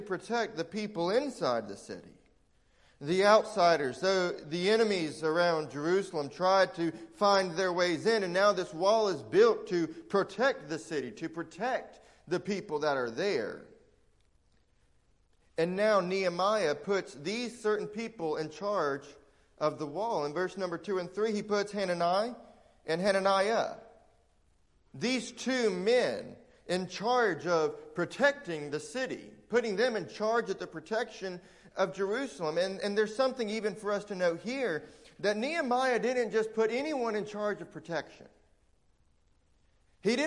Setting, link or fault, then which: setting, large echoing room